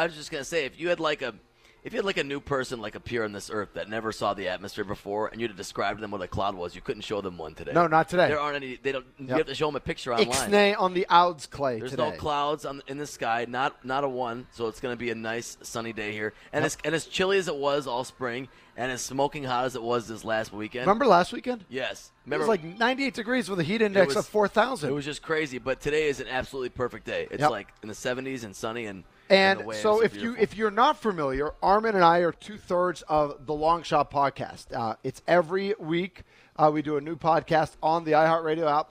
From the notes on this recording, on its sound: Live from The Ruby Isle Auto Land O' Lakes All-Star Game